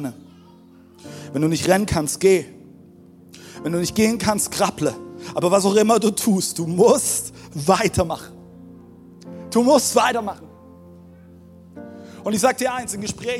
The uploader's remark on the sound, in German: Audiomittschnitt der Predigt. Im Kurländer Palais in Dresden.